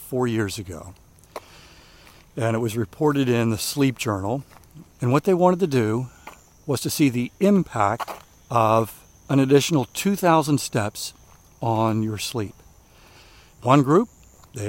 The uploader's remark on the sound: during today's ten-minute walk